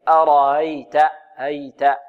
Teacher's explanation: إذن هنا الراء تفخم لأنها مفتوحة، أرأيت، والهمزة تسهل بينها وبين جنس حركتها الألف